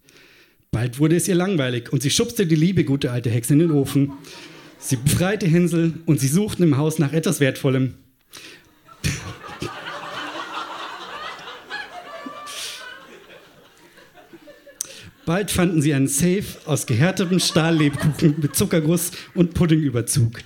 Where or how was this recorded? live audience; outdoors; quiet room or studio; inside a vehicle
live audience